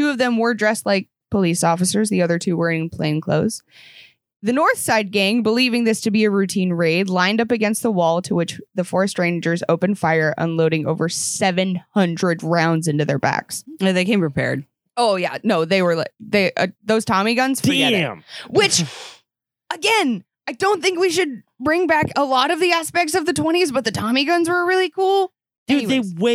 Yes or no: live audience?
no